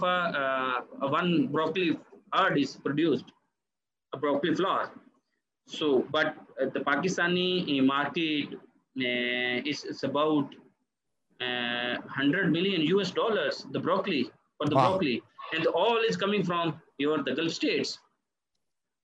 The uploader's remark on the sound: Joined us via Zoom from his current location in Dubai.